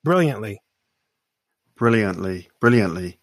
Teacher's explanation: I'm actually having you perceive the T by making it a slightly different way. I'm not taking the tip of my tongue and putting it on my gum ridge to say brilliantly.